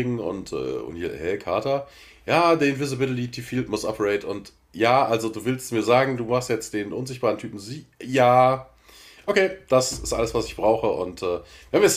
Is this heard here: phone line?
no